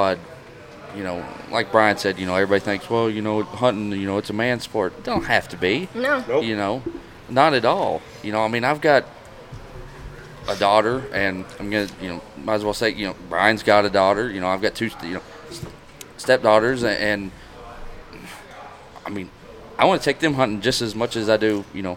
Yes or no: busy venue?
yes